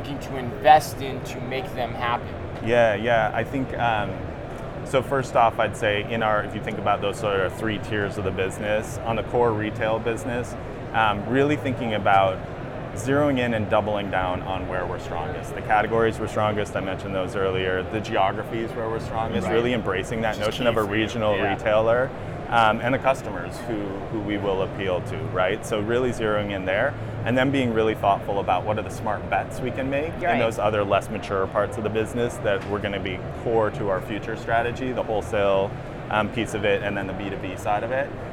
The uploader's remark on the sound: Live From NRF 2024